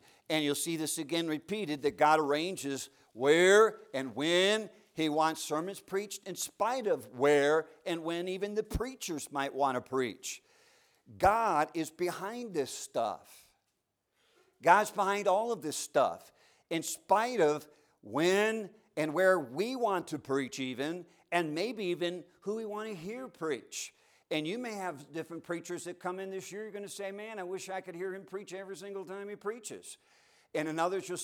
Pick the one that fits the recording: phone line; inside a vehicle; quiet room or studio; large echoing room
large echoing room